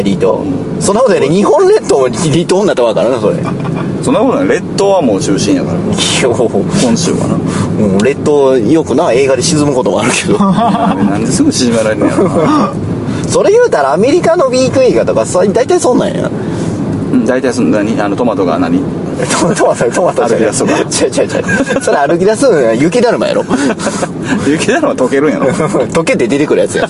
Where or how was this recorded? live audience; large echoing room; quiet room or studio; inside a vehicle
inside a vehicle